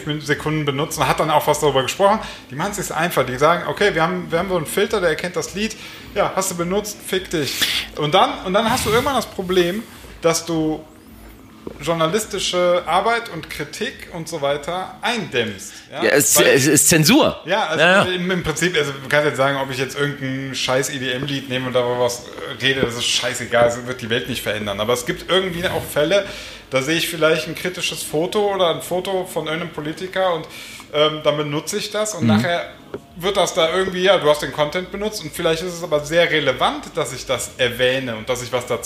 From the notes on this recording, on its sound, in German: Live vom DJ-Meeting in Hamburg. Wir waren beim DJ-Meeting in Hamburg und haben im Rahmen des Reeperbahn-Festivals einen Live-Podcast aufgenommen. Alles ein wenig hektisch, spontan und chaotisch.